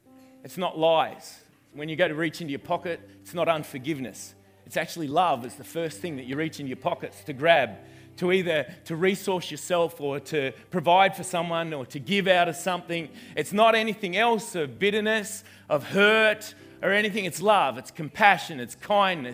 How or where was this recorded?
live audience